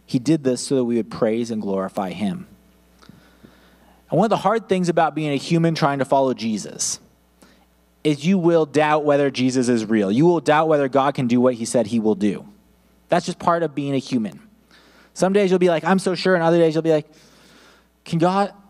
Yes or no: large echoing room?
yes